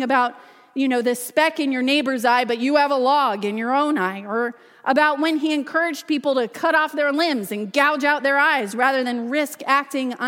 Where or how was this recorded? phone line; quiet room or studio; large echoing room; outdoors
large echoing room